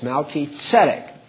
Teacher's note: the accent is on the first and third syllables